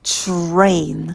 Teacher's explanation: А когда у нас сочетание «ти-а», то появляется звук «ч».